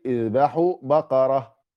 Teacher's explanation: وعندي تاء مربوطة هذه التاء المربوطة أقف عليها هاء